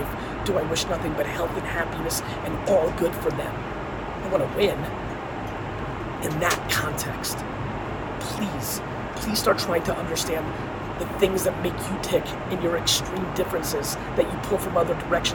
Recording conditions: phone or laptop microphone